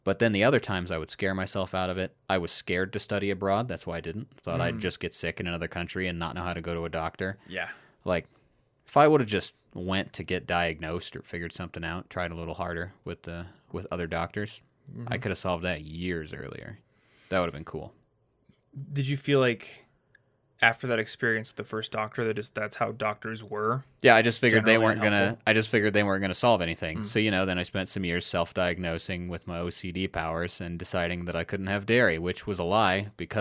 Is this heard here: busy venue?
no